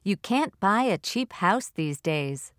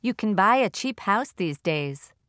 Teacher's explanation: can't is always stressed. Can is normally reduced and the main verb is stressed.